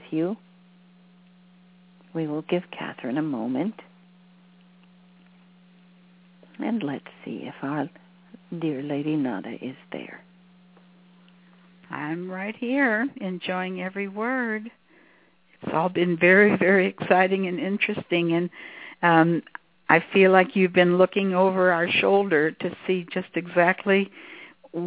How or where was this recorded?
phone line